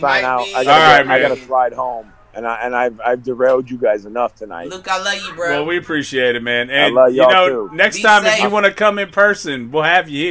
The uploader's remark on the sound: A teacher joins us live from the picket line.